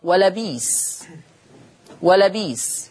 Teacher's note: قرأ ورش بإبدال الهمز الساكن في لفظي ولبئس تقرأ ولبيس · Term: الإبدال